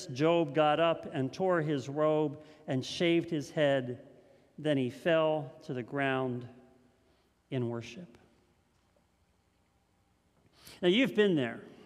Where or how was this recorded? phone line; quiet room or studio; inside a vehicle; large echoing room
large echoing room